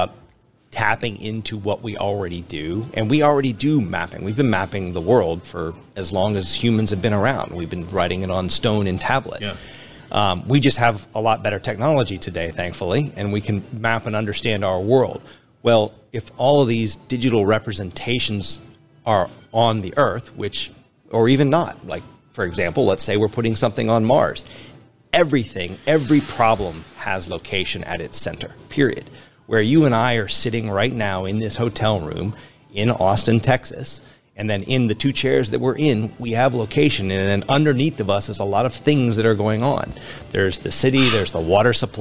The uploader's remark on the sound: Industrial Talk is onsite at the OMG Quarterly Standards Meeting. Industrial Talk is onsite at the OMG Quarterly Standards Meeting.